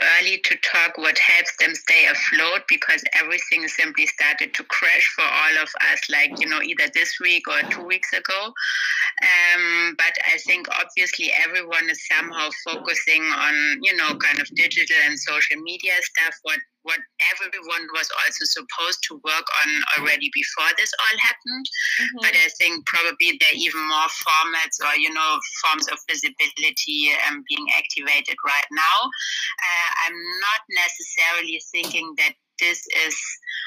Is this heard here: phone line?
yes